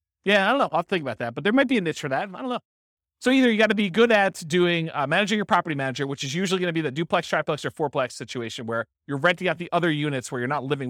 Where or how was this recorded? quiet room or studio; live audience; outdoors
live audience